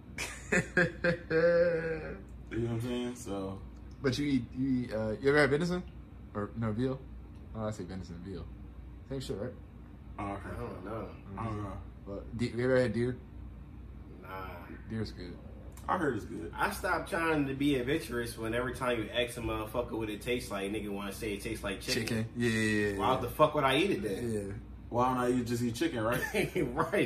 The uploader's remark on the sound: the guys battled through hours of technical difficulties this week so bare with us on the audio side!